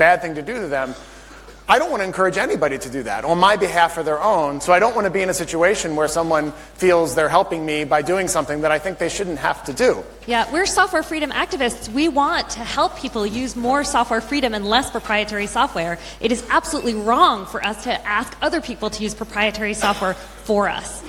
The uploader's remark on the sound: A recording of the actual FOSDEM keynote. In their final installment regarding their joint keynote at FOSDEM 2019. A recording of the actual FOSDEM keynote.